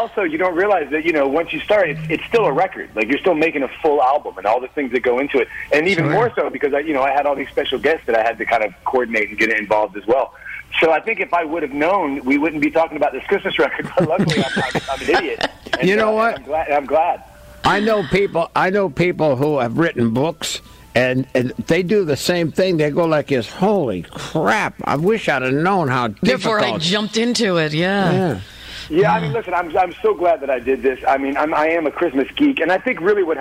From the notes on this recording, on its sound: called into The Big Show